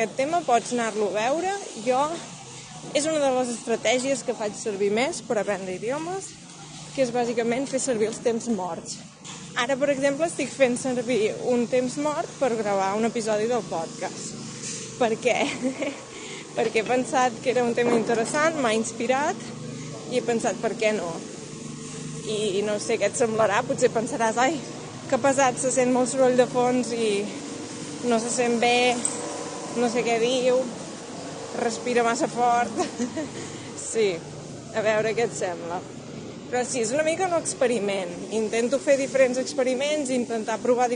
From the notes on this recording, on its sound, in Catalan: El repte d'avui és veure si pots entendre el català quan hi ha soroll de fons. En aquest cas, el trànsit i les obres de Barcelona.